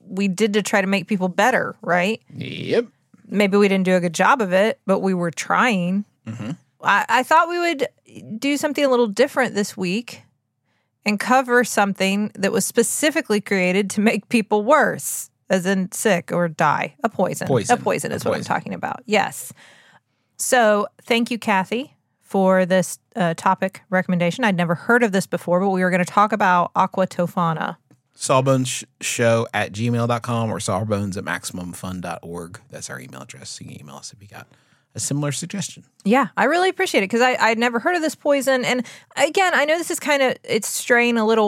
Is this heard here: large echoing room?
no